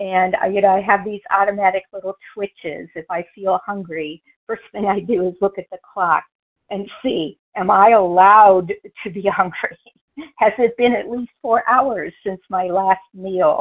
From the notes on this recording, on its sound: from the 100 Pounders Phone Meeting, 8/14/23